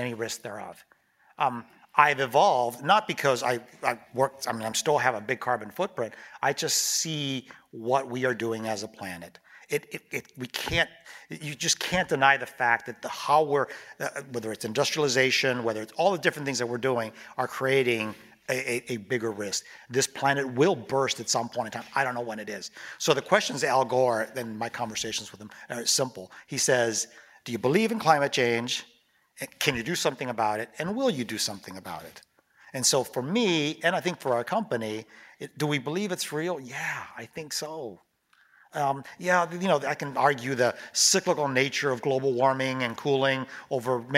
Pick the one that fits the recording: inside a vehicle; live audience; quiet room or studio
live audience